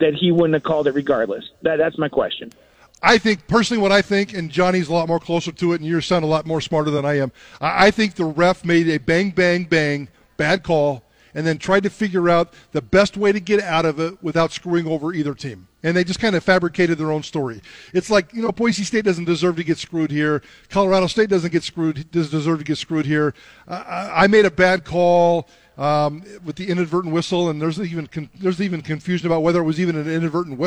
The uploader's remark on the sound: Live from Pastry Perfection for Diamond Dig XII